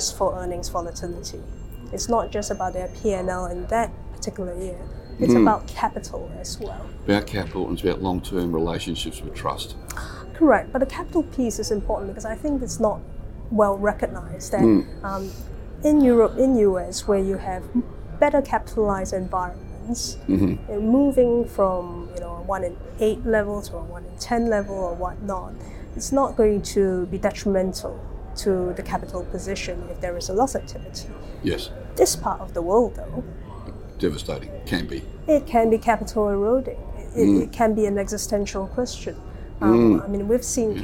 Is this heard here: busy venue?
yes